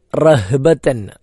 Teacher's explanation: ഹ ആണ്, കെട്ടുള്ള ഹ, തൊണ്ടയുടെ ഏറ്റവും താഴെ നിന്ന് പുറപ്പെടേണ്ടത്.